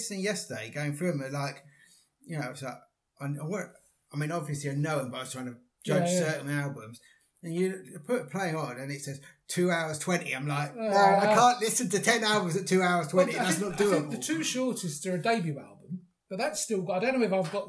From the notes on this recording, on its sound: Sorry for some audio issues as we had podcast microphone problems